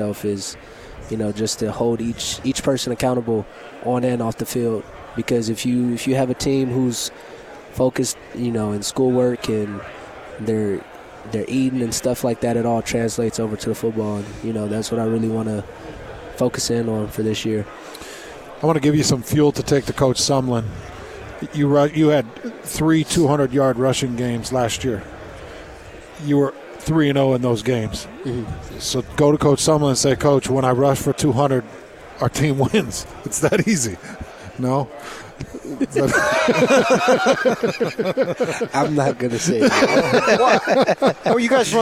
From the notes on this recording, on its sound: live from Pac-12 Media Day